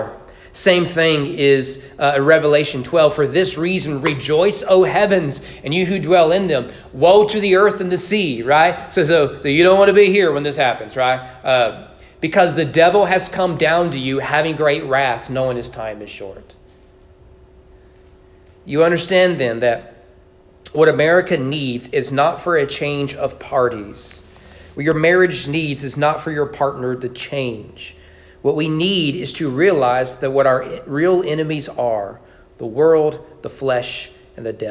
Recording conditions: large echoing room